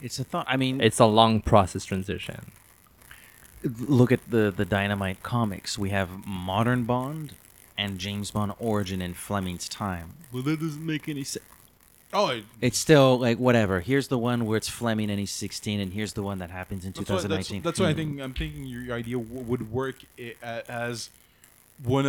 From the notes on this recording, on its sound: While the overall audio quality of this episode is fine, listeners will certainly detect a distinct static noise in the background. We had some technical difficulties that were only fixed in the second hour of our discussion.